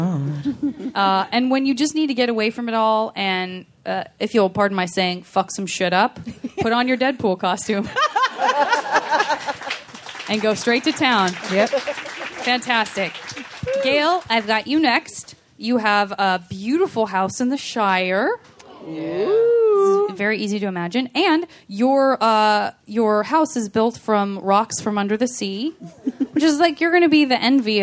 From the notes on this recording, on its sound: Live from JoCo 2017. Recorded from the high seas off the Baja strait, this live JV Club episode features fellow JoCo cruise guests.